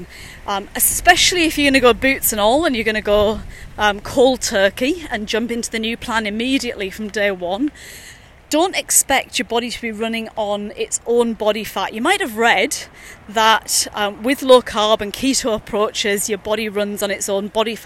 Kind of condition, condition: setting, outdoors